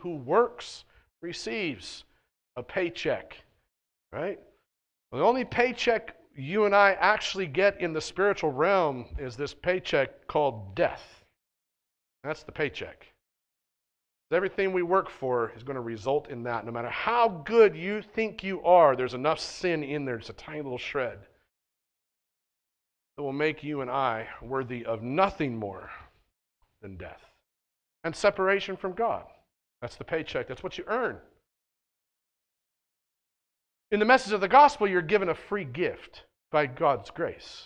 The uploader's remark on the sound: at The Well, an Acts 29, SBC, and Converge Heartland Church in Hastings, NE.